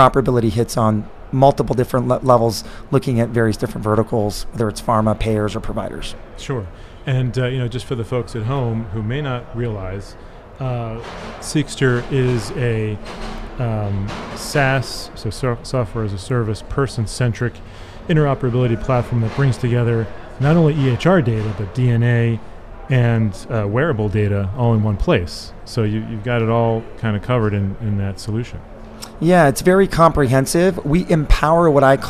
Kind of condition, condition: setting, busy venue